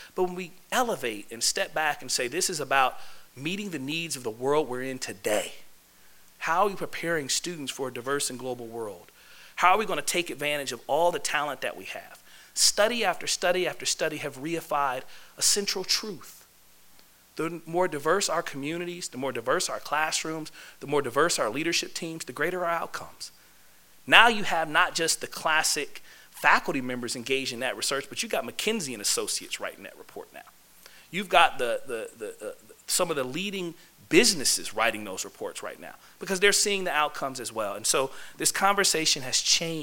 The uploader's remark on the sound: This lecture was given on Tuesday, March 1, 2016, in the Cape Cod Lounge of the Student Union at UMass Amherst.